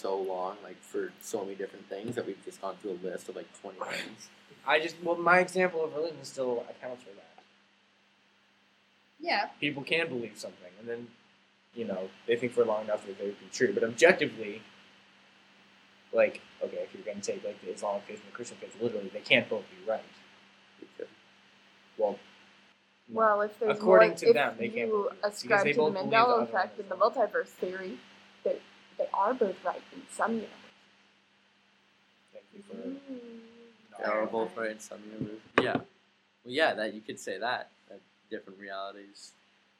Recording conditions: poor sound quality